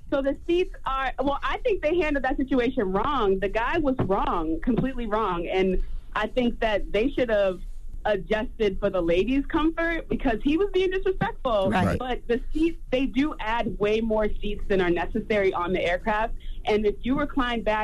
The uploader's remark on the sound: Today on the show we opened up the phone lines